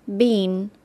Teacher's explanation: the British pronounce this word as bean with a long E